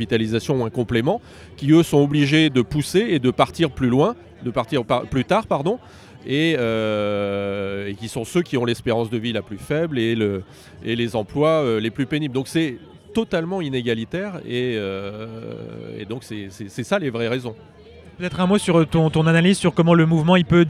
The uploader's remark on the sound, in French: En manif. C'est une chronique en direct de la manifestation contre le projet de réforme des retraites.